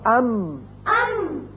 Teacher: ہونٹوں کا خشکی کا حصہ ملا تو میم ادا ہوا